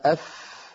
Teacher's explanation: الفاء قد خرجت من باطن الشفة السفلى مع أطراف الثنايا العليا